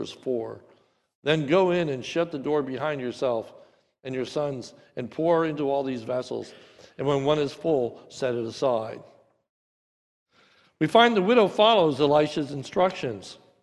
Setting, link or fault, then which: setting, large echoing room